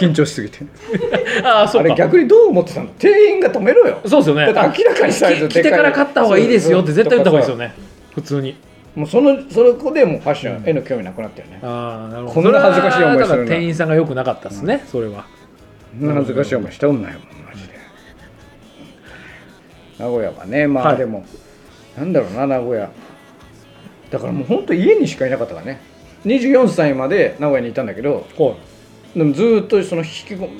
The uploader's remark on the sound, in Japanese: 公開収録